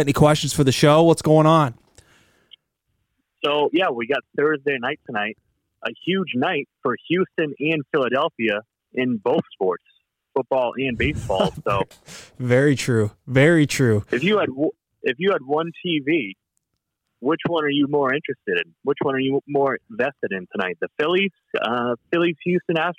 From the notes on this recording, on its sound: The second half is a couple callers from the audience